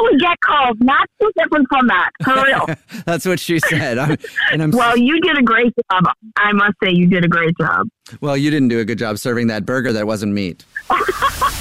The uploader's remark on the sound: A Jubal Phone Prank is when our listeners set-up a friend or family member to wake up with The Jubal Show, phone prank style.